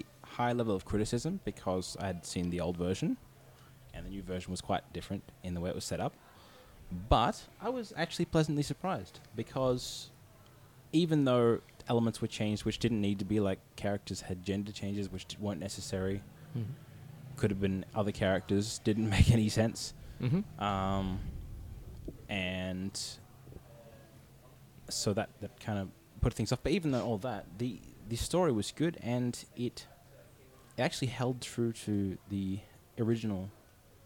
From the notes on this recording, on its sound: Recorded live at the Brunswick Street Bookstore.